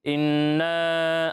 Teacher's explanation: نون مشدد میں ہم غنہ کرتے ہیں، یعنی ناک میں آواز لے جا کر اس کی ادائیگی کرتے ہیں